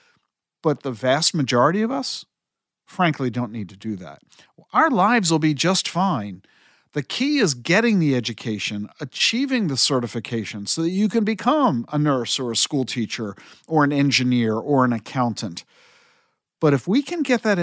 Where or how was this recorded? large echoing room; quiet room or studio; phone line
quiet room or studio